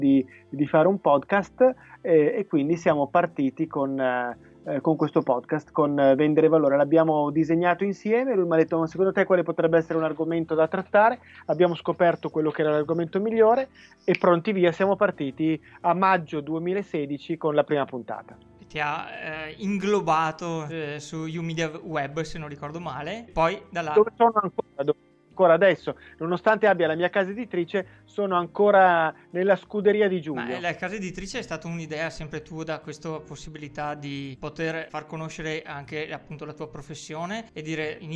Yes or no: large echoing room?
no